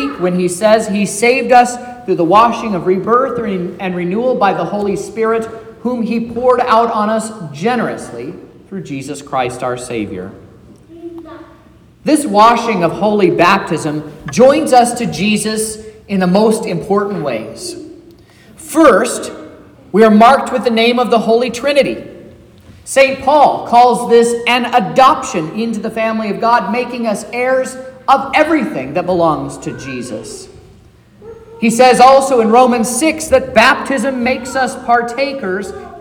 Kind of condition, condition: setting, large echoing room